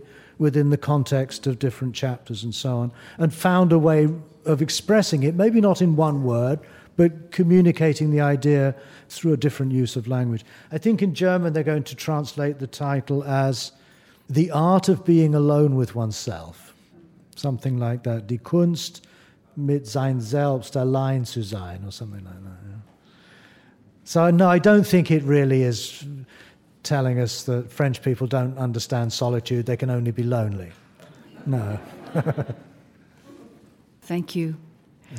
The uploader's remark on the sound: in front of a live audience